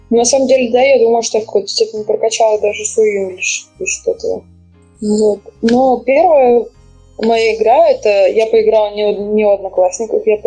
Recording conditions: poor sound quality